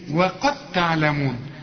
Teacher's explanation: انا دخلت الدال في التاء ادغام، لما تلاقي حرف بدون تشكيل بيضغم في اللي بعده، لكن اذا وقفت تقول ايه، وقد وحنقلق، انما عند الوصل هتلاقي الدال دي بدون تشكيل، لا فتحه ولا ضمه ولا كم ولا اي حاجه، بتخش في التاء.